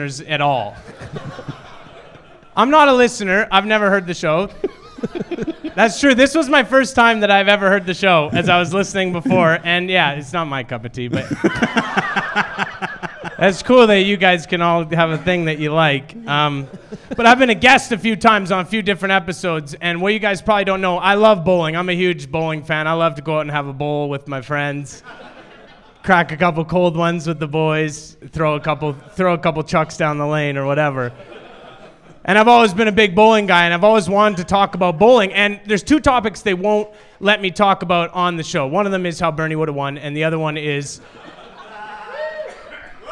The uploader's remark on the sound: Recorded live at The HiVE Social Space in Vancouver, BC.